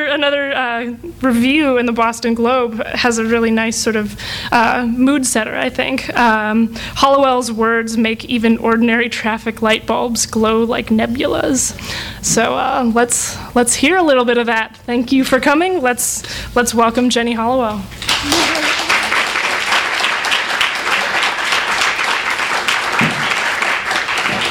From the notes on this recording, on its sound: A launch party for the debut novel. THIS EVENT WAS RECORDED LIVE AT SKYLIGHT BOOKS.